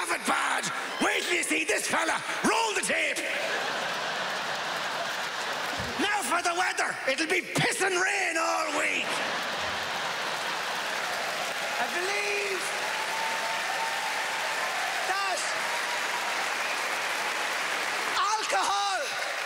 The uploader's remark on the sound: at the Just For Laughs Montreal Comedy Festival 2012